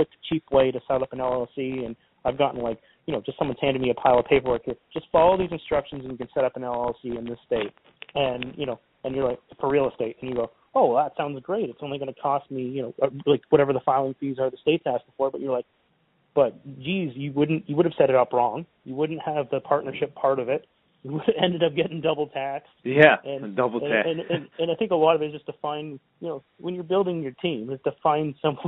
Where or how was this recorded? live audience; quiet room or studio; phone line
phone line